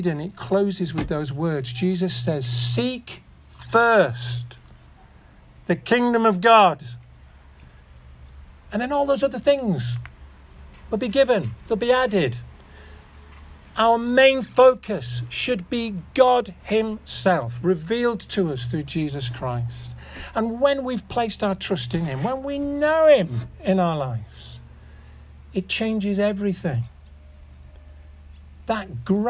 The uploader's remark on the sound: This audio recording was taken from the outdoor Harvest Celebration at 'Lowlands Farm' in Askrigg on September 10th 2023.